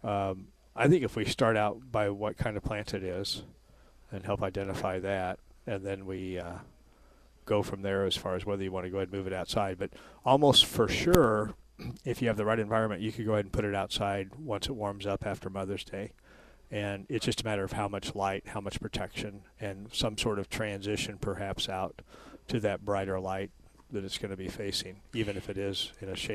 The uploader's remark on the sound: Live at Prairie Gardens 2-12-22